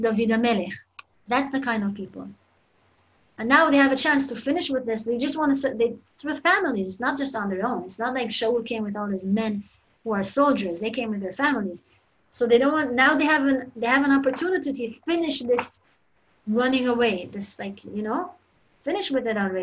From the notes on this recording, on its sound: Zoom Class